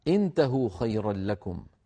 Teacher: انتهوا بهمزة مكسورة لأنها همزة وصل في أول فعل ثالثه مفتوح، وهمزة الوصل إن كانت في فعل ثالثه مفتوح تكسر، انتهوا.